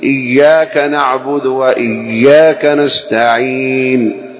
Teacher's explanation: فلا بد من تشديد الياء، تقول إياك نعبد وإياك نستعين، تشديد على الياء والياء، اهدنا